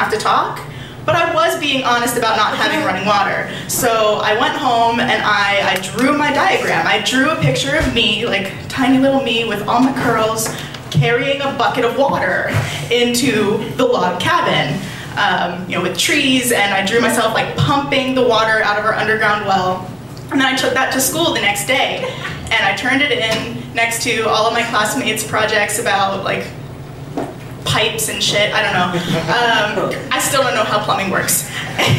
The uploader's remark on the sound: Live show at Caveat.